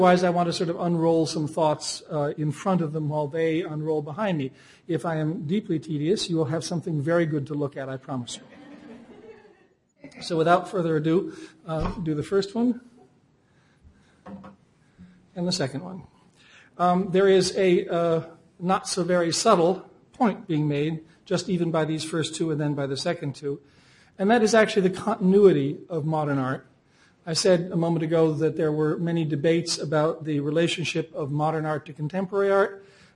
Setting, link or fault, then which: setting, large echoing room